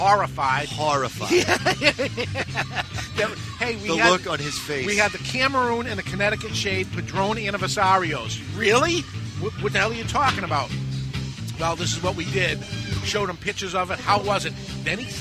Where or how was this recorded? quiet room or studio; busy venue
busy venue